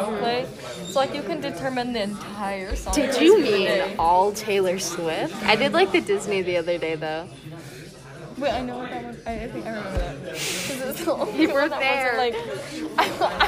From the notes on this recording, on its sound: Full immersion therapy for me as I record in public.